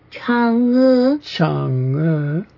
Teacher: I couldn't hear the CH. I heard just an H sound.